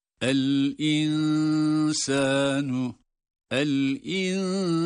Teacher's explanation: nun aslen ince olduğu için ihfasını da ince sesle yapmak durumundayız.